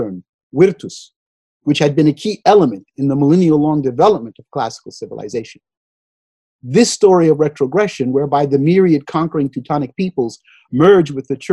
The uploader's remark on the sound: Due to the COVID-19 Pandemic, the 2020 Mary Stevens Reckford Memorial Lecture in European Studies with Dr. Was held via Zoom video conference.